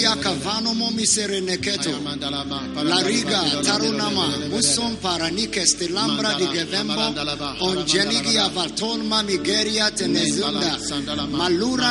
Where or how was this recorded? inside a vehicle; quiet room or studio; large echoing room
large echoing room